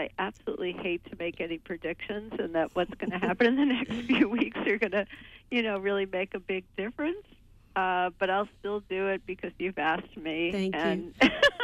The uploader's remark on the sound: Call in show